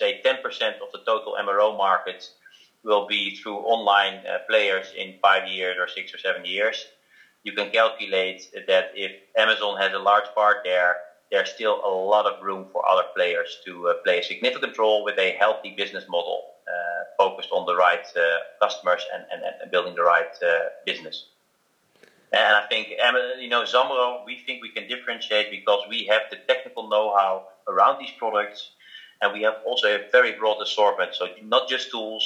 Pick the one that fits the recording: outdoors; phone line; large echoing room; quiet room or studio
phone line